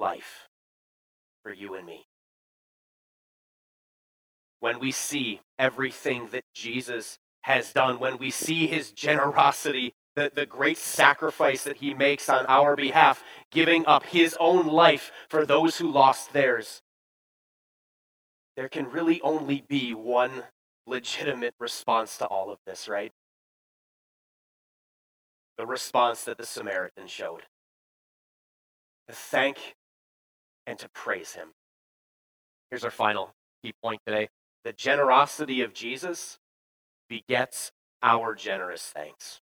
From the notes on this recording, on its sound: Bethany, Appleton, WI. Preached this sermon at Bethany's Sunday worship on October 9, 2022.